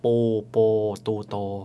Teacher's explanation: สระหลังก็คือสระที่เวลาเราออกเสียงนะครับลิ้นเนี่ยจะไปทางด้านหลัง